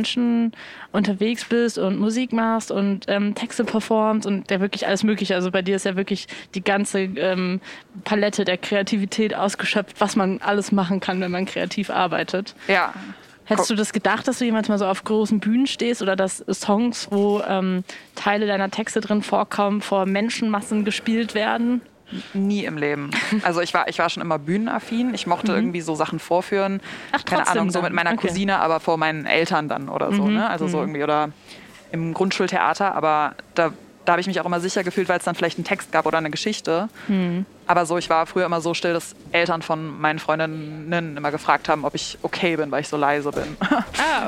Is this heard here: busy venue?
yes